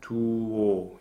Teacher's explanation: You just go from the vowel U to the vowel O without a pause, without a glottal, without any separation. Tuo. You can really keep the legato going there.